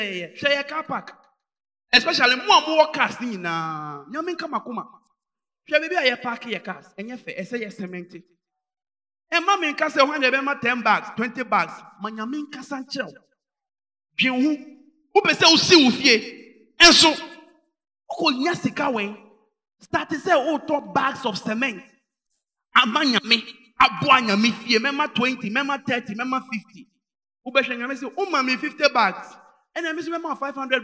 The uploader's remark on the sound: Preached at Inspiration Service at GSC, AKIM ODA, GHANA. Sunday Morning Service.